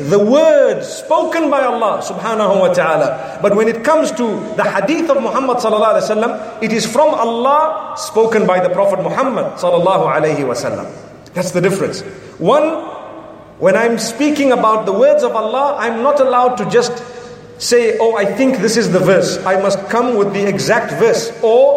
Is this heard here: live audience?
yes